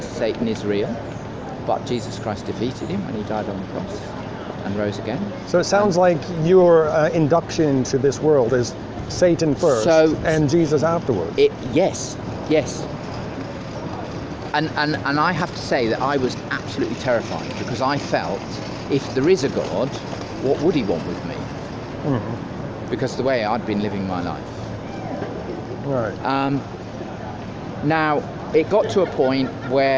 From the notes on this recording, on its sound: London, England. On the streets of London.